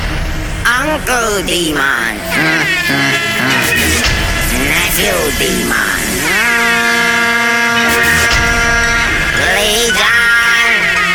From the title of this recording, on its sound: LIVE AUDIO